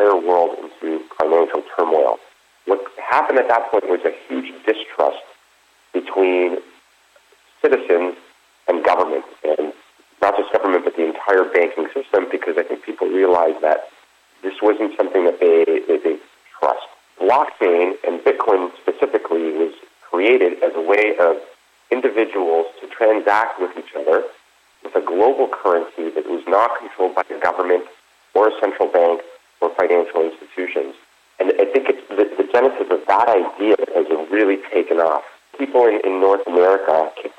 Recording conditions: phone line